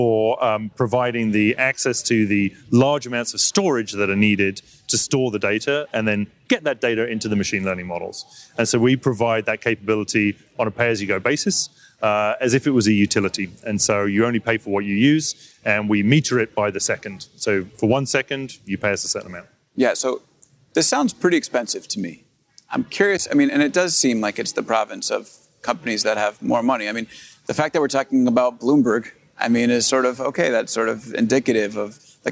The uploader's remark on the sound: live at the AWS Summit in New York City